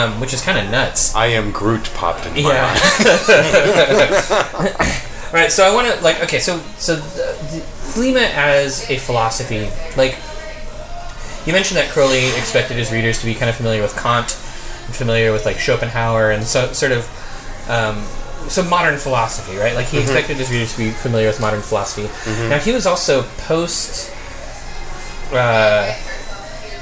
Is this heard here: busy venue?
yes